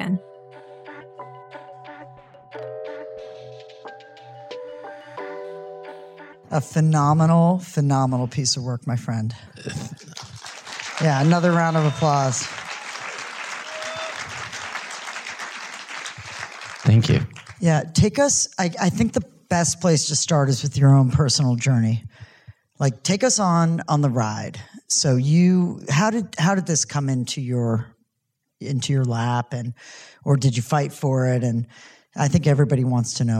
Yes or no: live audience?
yes